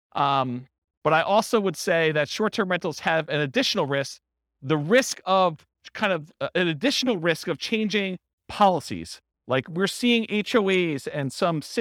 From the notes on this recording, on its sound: This was a live class recorded